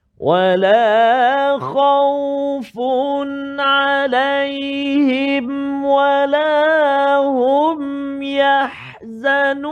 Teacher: maka bacaan dia macam mana jelas tanpa dengung · Term: izhar syafawi